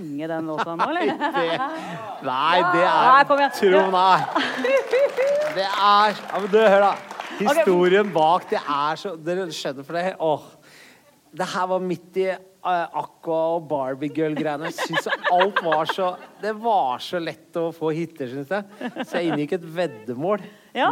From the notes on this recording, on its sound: Live fra Vinterlysfestivalen i Mo i Rana.